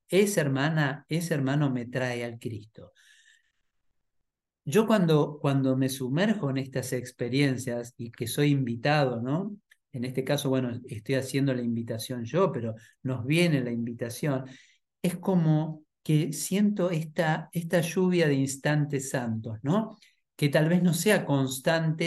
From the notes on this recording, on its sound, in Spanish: Clase en vivo por Zoom desde UCDM Iluminación.